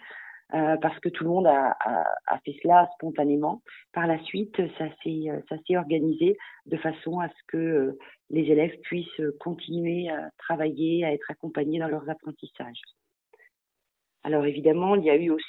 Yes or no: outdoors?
no